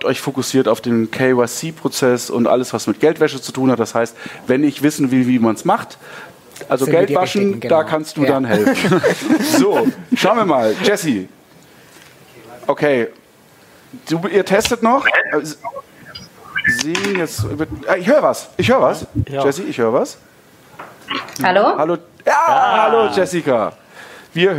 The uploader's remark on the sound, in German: Live von der BEX20